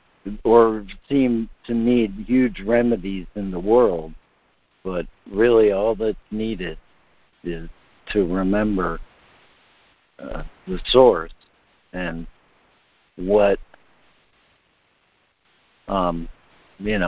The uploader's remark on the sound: ACIM Daily Conference Call